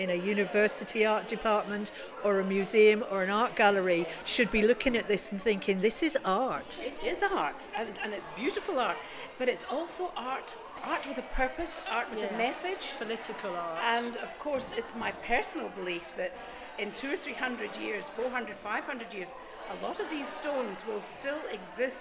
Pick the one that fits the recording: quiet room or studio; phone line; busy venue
busy venue